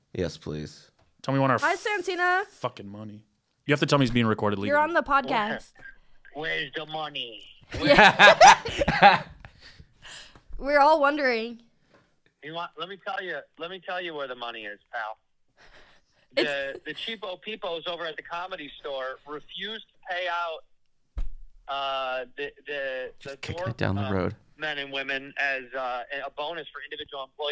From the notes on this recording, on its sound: phone cameo